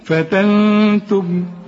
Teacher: النون بدون تشكيل بعدها التاء، التاء من حروف الإخفاء اوعى تنسى الغنة